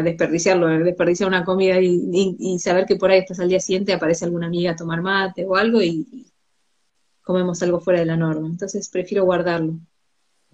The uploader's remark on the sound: Instagram live